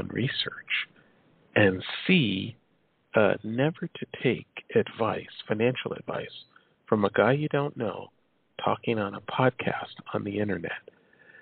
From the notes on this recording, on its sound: It's a call-in show